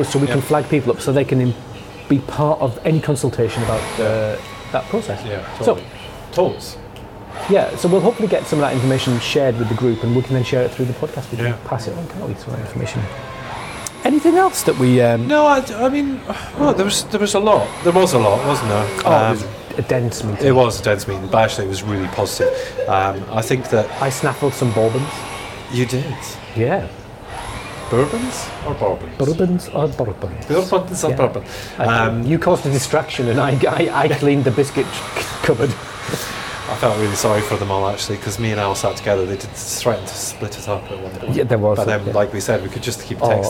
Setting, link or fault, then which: setting, outdoors